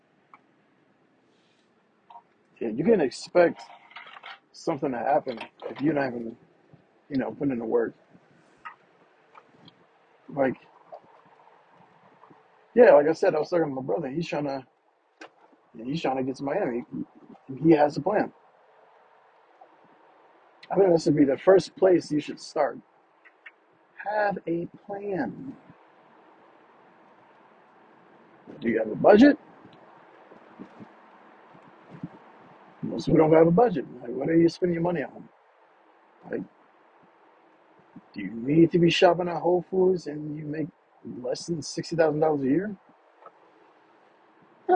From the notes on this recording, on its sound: Talks in the car.